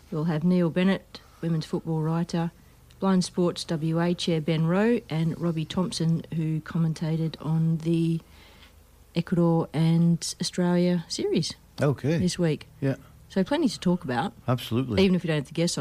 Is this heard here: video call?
no